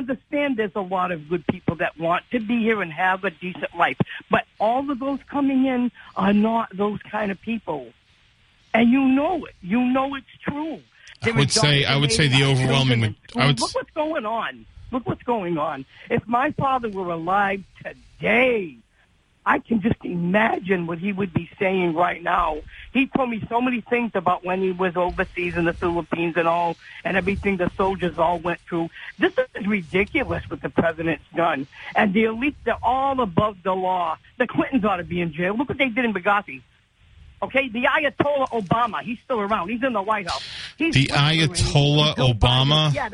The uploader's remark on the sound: continues to take calls, some friendly and some not so friendly, from the audience